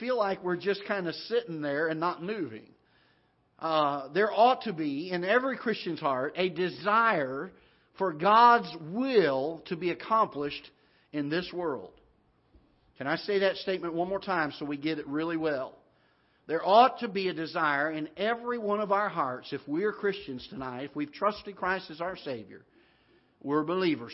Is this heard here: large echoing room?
yes